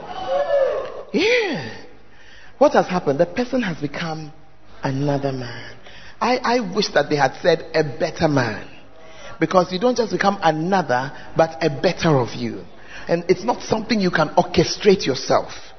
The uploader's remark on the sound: Preached at First Love Center, Ayeduase (Charisma Service)